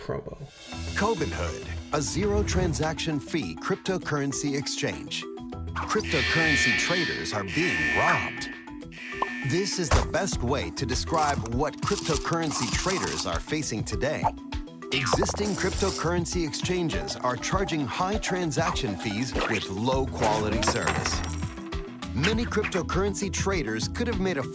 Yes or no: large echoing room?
no